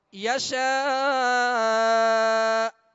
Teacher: مد متصل ہے، حرف مد کے بعد حمزہ اسی کلمہ میں ہے، یشاء وقف یشاء، حمزہ ساکن کر دیں گے، آخر میں جھٹکا ہونا چاہیے اور حمزہ کی آواز پر ہم رکیں گے